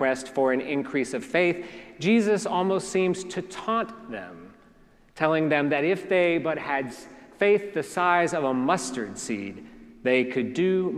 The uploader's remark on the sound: preached at our celebration of the Holy Eucharist on the Seventeenth Sunday after Pentecost